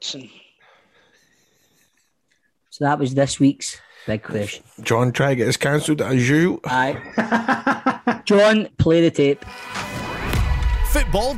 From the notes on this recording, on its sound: on zoom for one week only